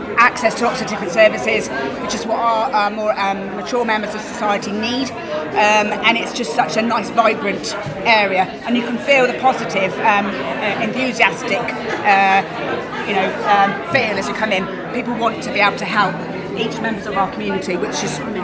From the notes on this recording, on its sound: Coming to you from Claremont St in the Middle of Shrewsbury. The brand new home offices for Age UK Shropshire, Telford and Wrekin. While the champagne and canapes are passed around in celebration of the new beautiful offices.